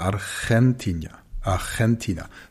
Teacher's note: Das G wird vor einem E oder einem I auch wie ein Ch ausgesprochen.